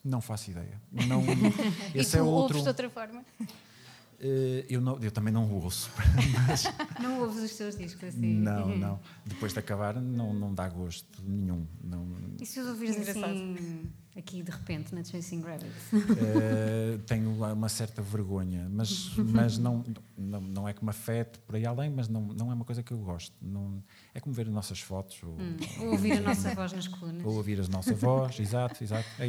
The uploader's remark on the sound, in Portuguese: … AO VIVO. Chasing Rabbits Record Store.